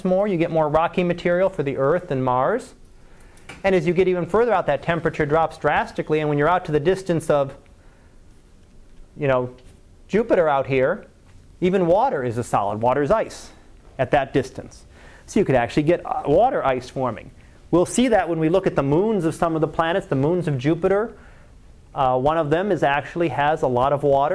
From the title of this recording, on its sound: Live Class Lecture